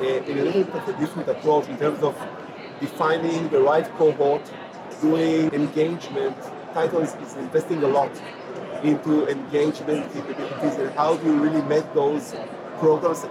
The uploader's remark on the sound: live from HLTH '22